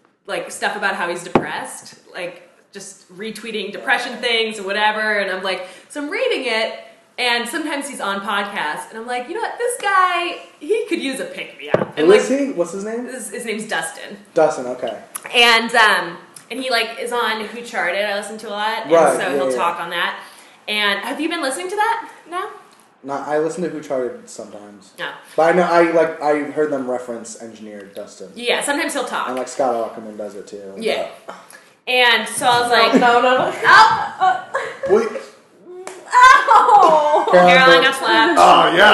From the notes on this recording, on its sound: Sorry about all the background noise. We literally had a bag of chips right next to the microphone.